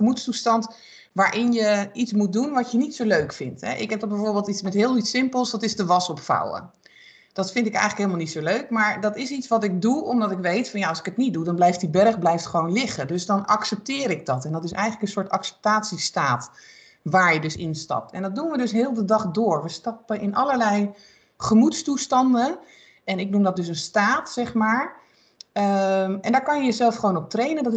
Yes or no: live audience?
no